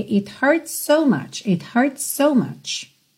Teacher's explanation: Repara que ali no hurts so, a gente tem um S fechando hurts e outro S começando so. Você não tem que se preocupar em fazer dois S mesmo, ok?